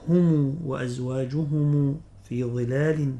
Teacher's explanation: يقرأ بضم ميم الجمع يصلها إذا وصل الكلمة · Term: صلة ميم الجمع